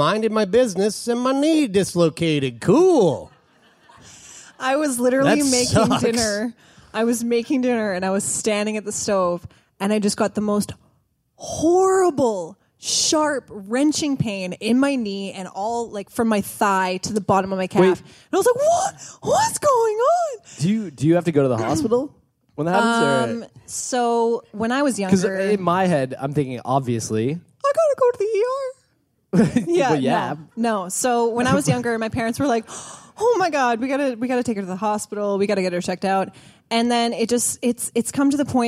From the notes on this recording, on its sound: in front of a live audience at the Rio Theatre in Vancouver!